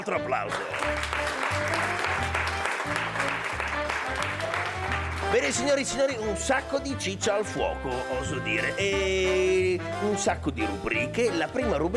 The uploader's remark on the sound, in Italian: LIVE CON PUBBLICO. Laboratorio di Radio Sei Forte di Fantateatro nelle Scuole - 5A Scuola Primaria Franchini 2016, Bologna.